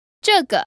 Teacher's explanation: So that's a fourth tone in the neutral tone.